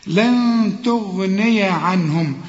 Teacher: لن تغني النون اللي بنخفيها لأنها بعدها تاء · Term: حروف الإخفاء